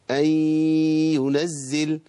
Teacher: انا باجي عند مخرج الياء وابتدي اركب غنه من الانف · Term: غنة إدغام